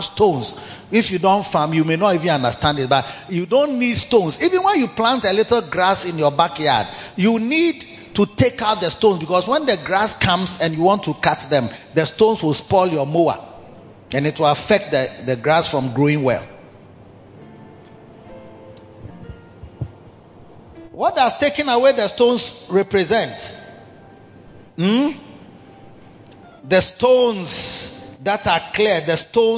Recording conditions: large echoing room